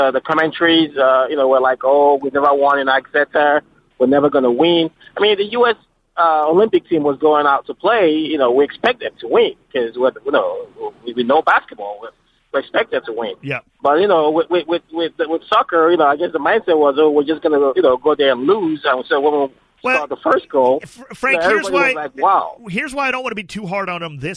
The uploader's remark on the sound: Listeners call in and give their thoughts on the match.